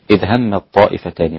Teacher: طيب، هذه الآية الثانية: إذ هم الطائفة، التاء في الطاء، طبعا الإدغام عند كل القراء التاء في الطاء